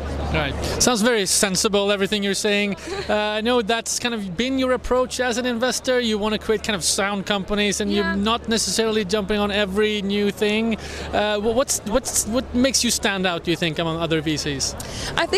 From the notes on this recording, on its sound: We are visiting Swedens bigest tech event, the Tech Arena, that took place last week and the Swedish national arena in Stockholm. We will hear from entrepreneurs, innovators, and investors on the show floor.